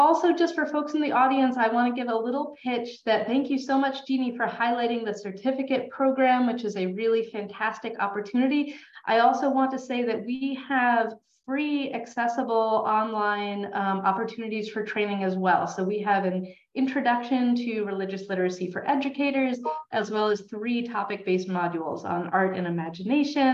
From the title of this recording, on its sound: Educator Webinar